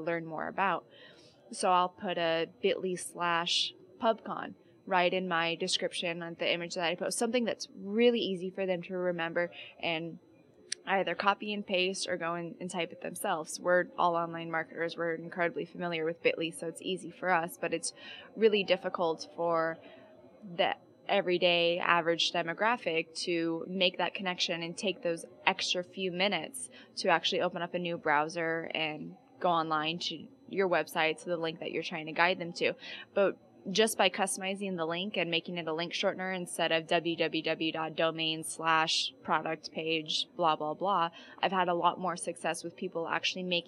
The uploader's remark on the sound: In this podcast recorded at Pubcon Las Vegas 2014